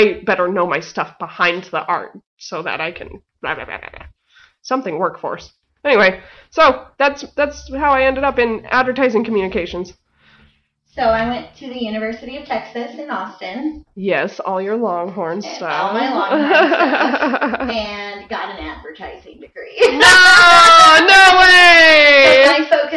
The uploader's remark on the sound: Still working on sound issues!